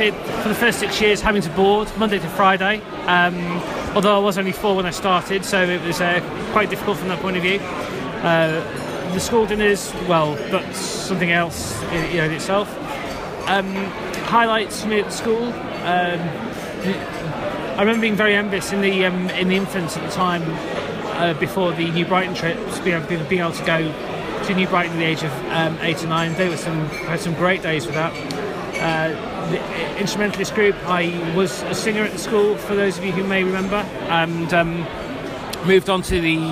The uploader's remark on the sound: On here we have audio from Last Mays London meetup.